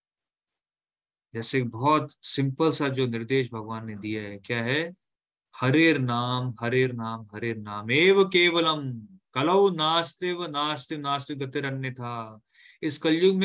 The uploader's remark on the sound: Zoom Online Session